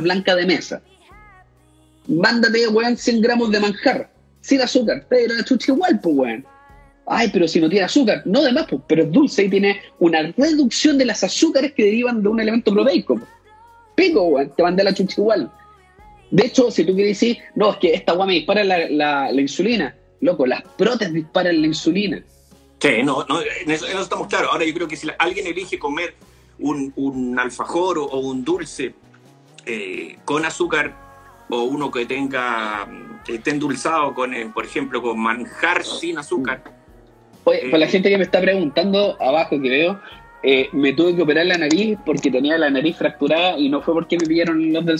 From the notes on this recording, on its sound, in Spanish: Conversaciones desde instagram